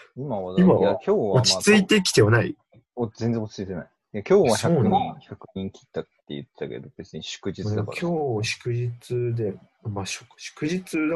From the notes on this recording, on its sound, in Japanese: リモート録音なので音質はそこまでよくありません。